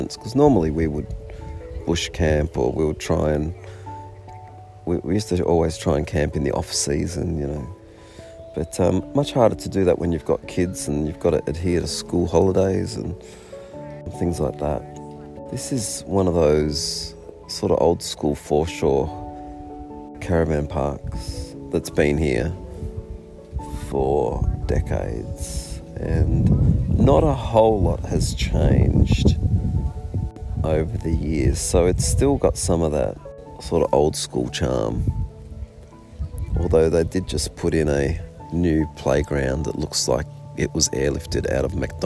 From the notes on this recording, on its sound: Coming at you from my Australian Geographic camping hammock, somewhere along the Great Ocean Rd